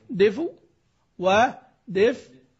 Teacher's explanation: أنا هنقل الحركة ثم أسكن الفاء، ثم دفء ودفء، خلاص، مع الإشارة بالشفتين.